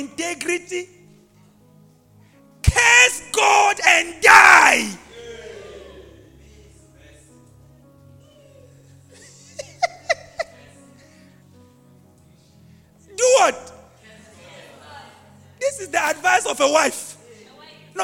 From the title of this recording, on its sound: LIVE AT ABC ROBEGA